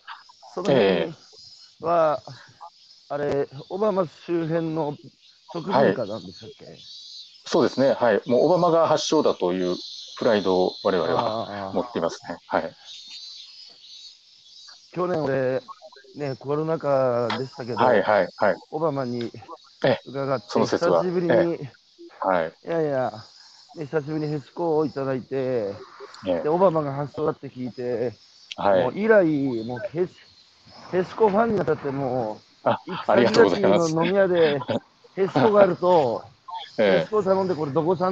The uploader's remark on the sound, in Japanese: 歩きながら1時間、対談する